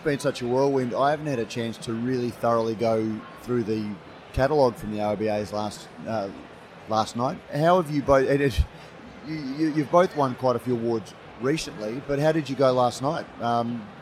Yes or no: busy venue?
yes